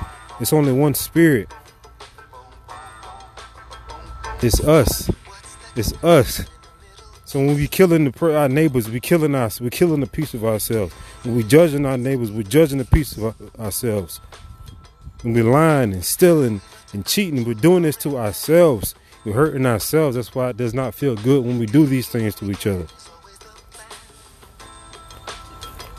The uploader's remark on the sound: I thank you for listening besides the wind (walking on a nature trail at Abacos Gardens). I fumbled over a few of my words (nervousness), and a few other mistakes.